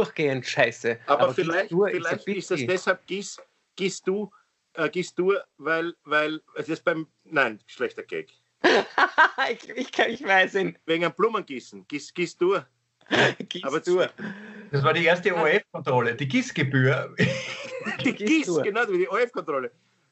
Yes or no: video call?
yes